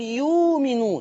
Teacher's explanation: يبقى إذن الهمزة ساكنة، أنا هبدلها. طب اللي قبلها مضموم، يناسب الضم إيه؟ الواو. الواو، فعشان كده بقول يؤمنون. · Term: ابدال